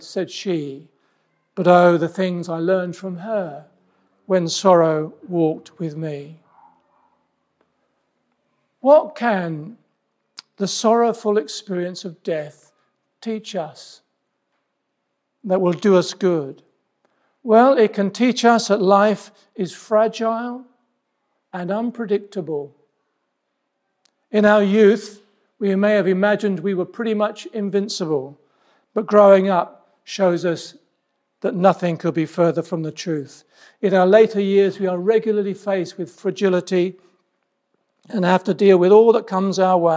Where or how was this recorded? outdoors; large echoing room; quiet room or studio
large echoing room